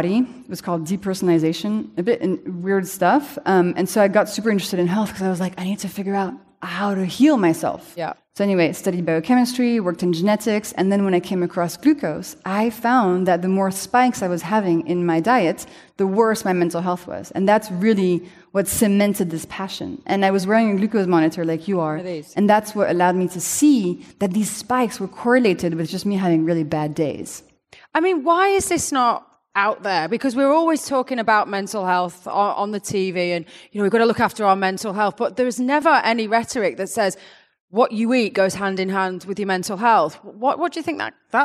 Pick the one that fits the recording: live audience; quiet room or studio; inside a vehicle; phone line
live audience